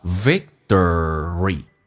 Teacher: 因为在美式发音两个辅音在一起只用发后面一个，同时那个 t 浊化成 d，而且它有个轻度卷舌叫 victory，要轻度卷舌 victory， finalvictory，最终的胜利。